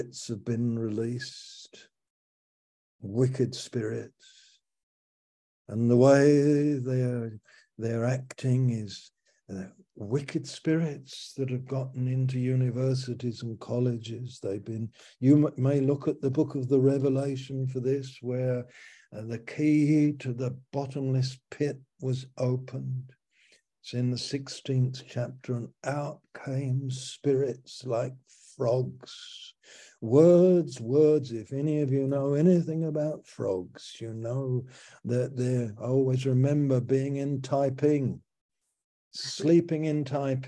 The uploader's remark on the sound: Our Fellowship - Malaysia Meets (Zoom)